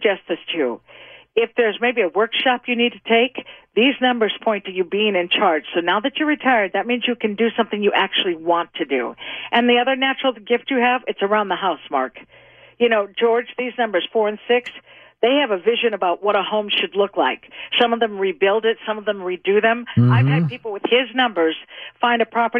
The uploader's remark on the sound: as listeners call in to have their numbers read